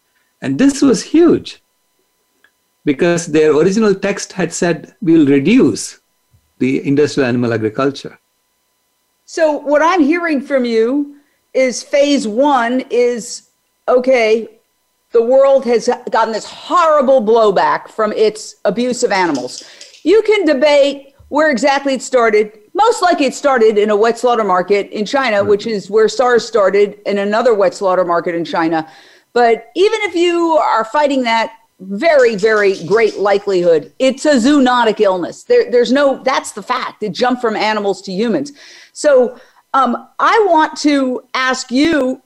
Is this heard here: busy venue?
no